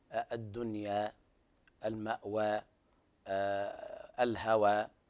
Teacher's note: الصواب ترقيق الهاء والألف تتبعها في الترقيق